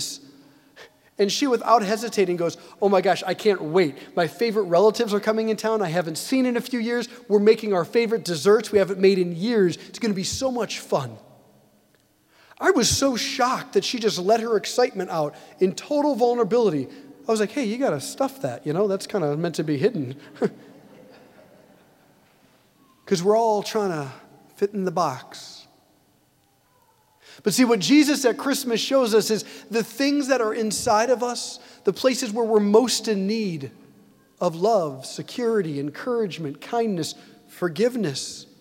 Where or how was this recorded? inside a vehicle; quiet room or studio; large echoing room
large echoing room